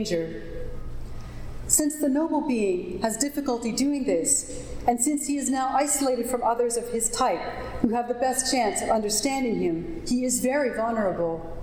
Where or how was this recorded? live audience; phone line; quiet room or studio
live audience